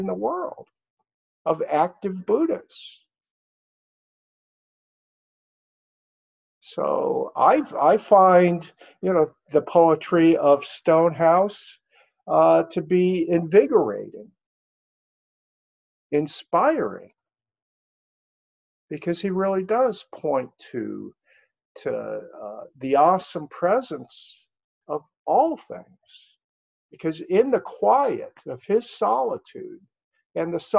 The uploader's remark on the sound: in these virtual Zoom Sangha times